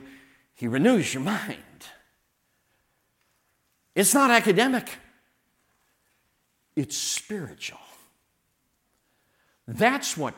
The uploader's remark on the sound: all of the sermons and workshops delivered at the 2023 Thee Generation Youth Summit at Falls Baptist Church in Menomonee Falls, WI this past October 11-13, 2023